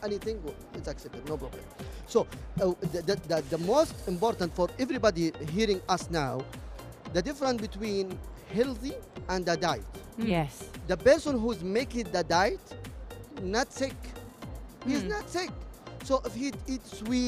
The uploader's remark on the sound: Live from SIBF 2023